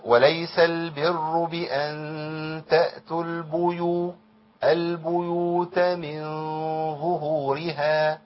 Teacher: وكلمه البيوت عند حفص بضم الباء